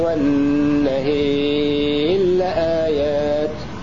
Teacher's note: فأدغمنا الراء في اللام وأملنا الألف التي قبلها · Term: الإمالة